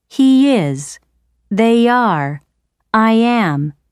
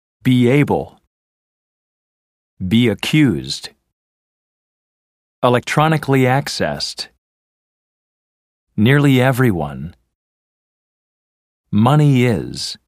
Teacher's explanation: When you link a word that ends with an E sound to a word that begins with any vowel sound, add a y sound between them. · Term: The Y vowel link